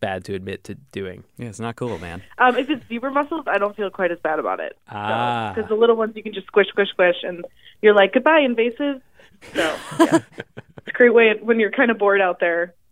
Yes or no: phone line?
yes